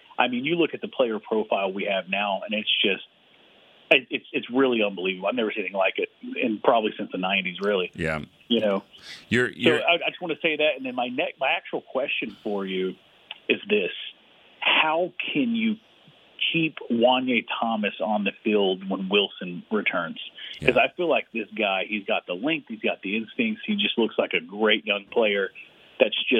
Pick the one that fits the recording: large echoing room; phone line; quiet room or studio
phone line